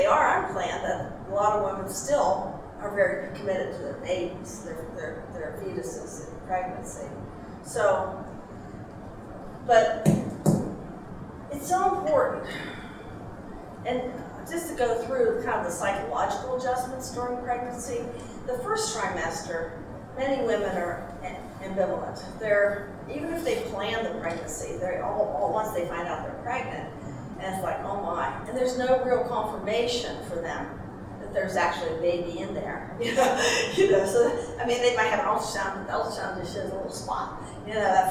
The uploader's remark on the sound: talk was part of the Mother & Child Conference at Franciscan University of Steubenville.